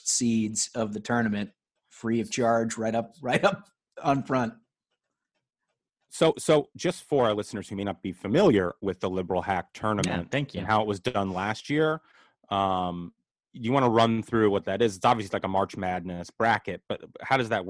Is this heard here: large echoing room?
no